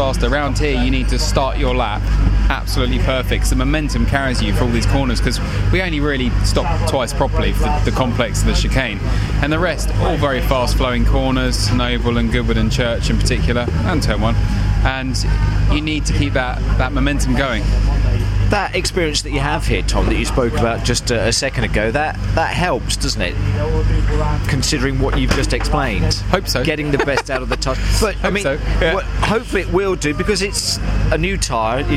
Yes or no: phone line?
no